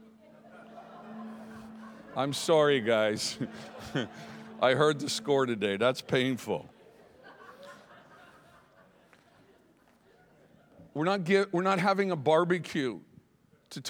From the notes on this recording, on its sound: Here is an excerpt from the Behold Conference hosted in Tauranga, New Zealand.